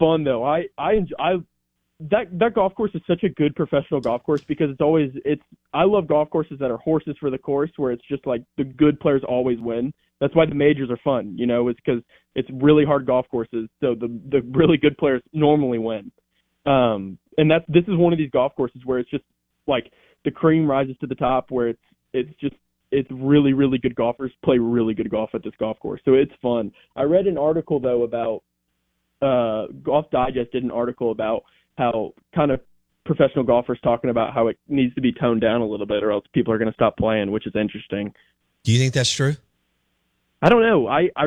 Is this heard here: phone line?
yes